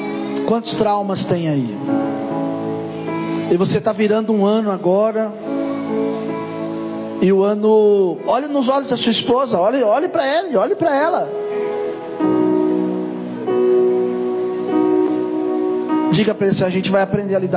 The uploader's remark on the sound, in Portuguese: Mensagem gravada em 31/12/2023 - Culto da Virada